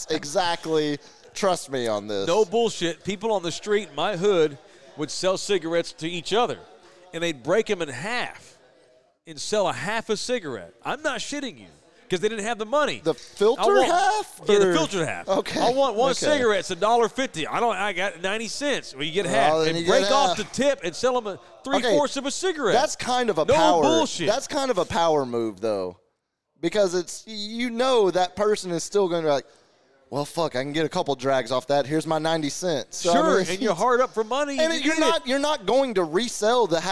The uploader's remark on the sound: Live from Texas Cheer Liquor in San Antonio, TX.